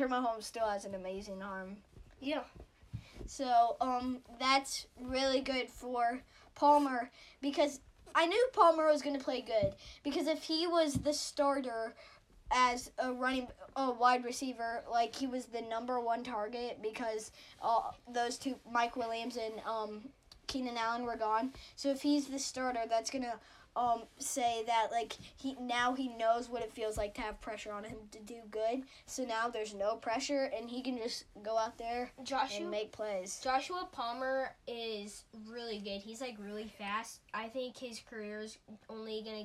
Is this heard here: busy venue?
no